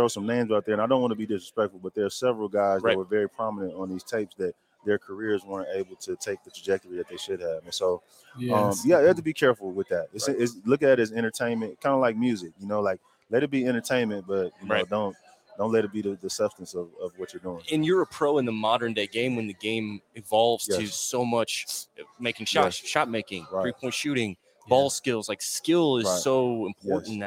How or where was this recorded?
busy venue